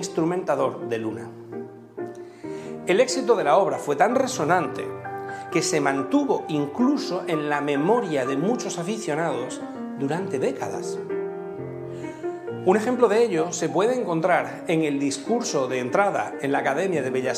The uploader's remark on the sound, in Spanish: Hoy, dentro del Ciclo de Conferencias que el Teatro de la Zarzuela programa en colaboración con la Asociación Amigos de la Ópera de Madrid. La conferencia fue grabada en el Teatro de la Zarzuela en marzo de 2021.